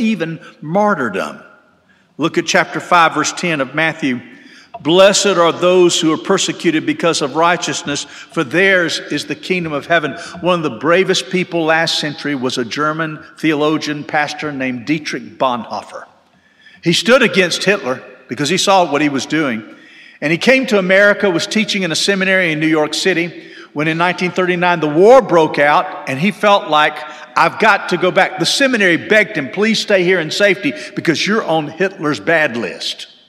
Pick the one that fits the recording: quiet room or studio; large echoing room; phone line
large echoing room